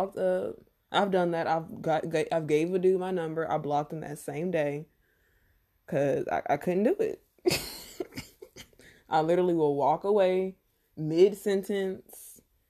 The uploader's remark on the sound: Excuse the recording!